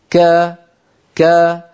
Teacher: فلا تجدون أن صوت الكاف قد انضغط إلى أعلى الفم، ولا نقول مثلا كا كا، هذه الطريقة كا ليس نطقا عربيا، ما كانت العرب تفعل ذلك. · Term: مستفل